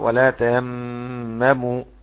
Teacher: ونلاحظ الغنة بتاعت الميم المشددة، لأن كثير من الناس يعني لا يأتي بالغنة